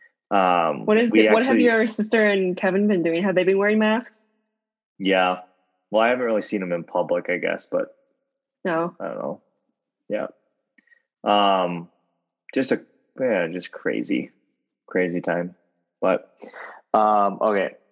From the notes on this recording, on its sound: The two of us are in different cities, meaning we are doing our first Zoom episode as just the cohosts. We had a bit of technical difficulties but it all worked out!